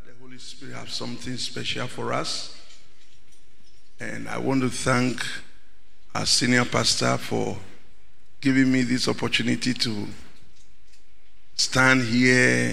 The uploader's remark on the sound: Sermon preached at CBC Shiashie Campus